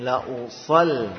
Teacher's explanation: langsung tipiskan lamnya. Lidahnya segera kita turunkan agar tidak menebalkan huruf lam.